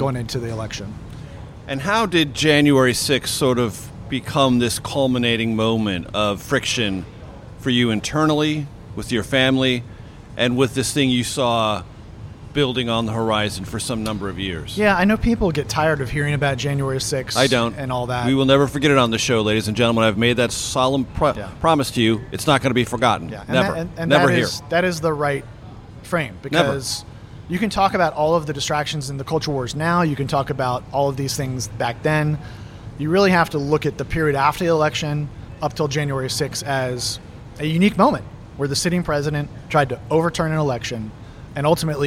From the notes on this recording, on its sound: This conversation was recorded on June 26, 2023 at The Roost food hall on Capitol Hill.